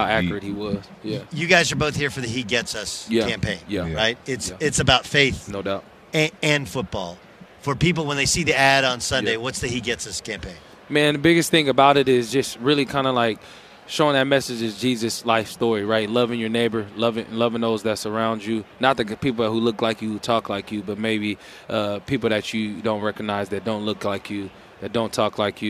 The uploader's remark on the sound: on Radio Row at Mandalay Bay in Las Vegas